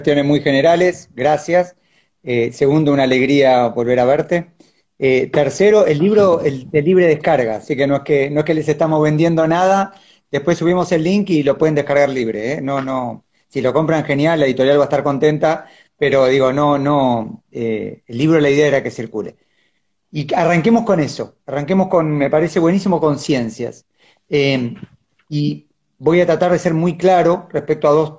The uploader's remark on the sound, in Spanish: Audio de la charla en vivo por Instagram